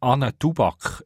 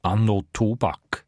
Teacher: ist Anne eine unbetonte, abgeschliffene Form von Anno · Shown in: first take · Darum kann man auch Anno Tubak sagen, auf Schriftdeutsch Anno Tubak.